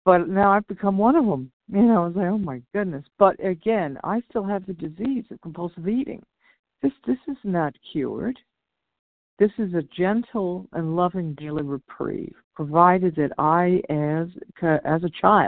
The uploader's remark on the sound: 100 Pounders Phone Meeting.